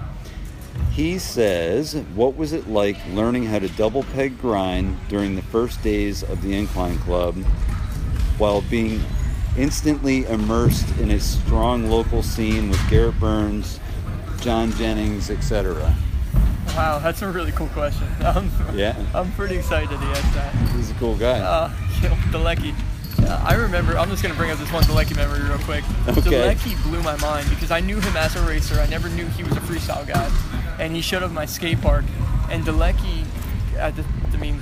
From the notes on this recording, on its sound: Recording on location at The Incline Club in Lakewood, NJ